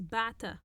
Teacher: And when it's in the feminine form, we add the tih marbuta, so it becomes ba'ta. We don't say ba'ita, as in modern standard Arabic. We shortened it. We shortened the vowel.